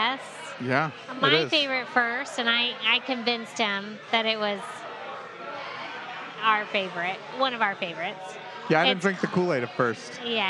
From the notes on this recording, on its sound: We recorded this episode on a Friday evening in July of 2021 in a rather packed brewery. The brewery of choice for this recording was Magnanimous Brewing located just outside of downtown Tampa, Florida.